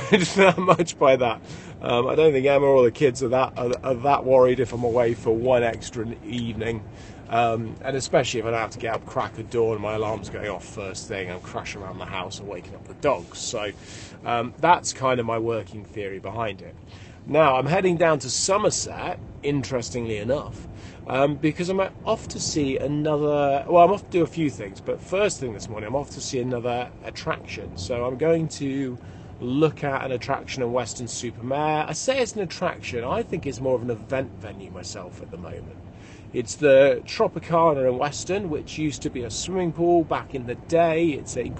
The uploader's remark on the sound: Early morning drive to Somerset. I do not usually drive early hours in the morning to Shepton Mallet Prison, I prefer to travel down the day before, but it is a beautiful spring morning, so I will not complain too much.